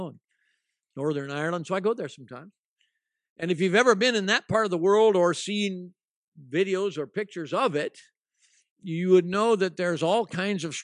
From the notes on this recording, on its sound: At ALife Church in Bellingham, Washington.